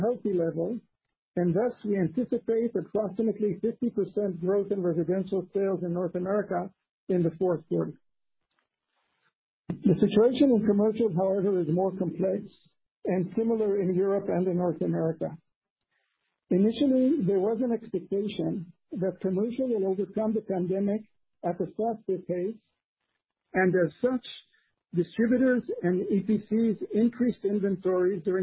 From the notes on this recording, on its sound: Q3 2020 Results Conference Call.